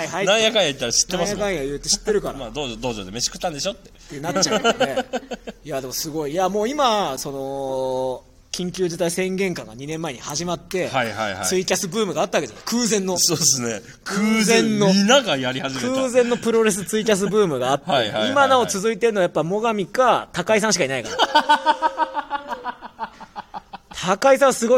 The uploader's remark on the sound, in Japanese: モガキューライブ乱入 from Radiotalk。2WFでの試合後にモガキューライブに乱入して収録！